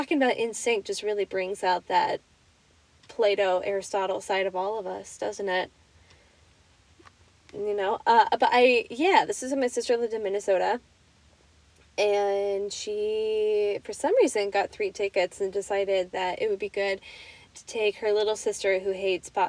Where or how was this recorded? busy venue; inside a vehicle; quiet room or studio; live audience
inside a vehicle